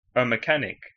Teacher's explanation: El artículo a se pronuncia muy débil.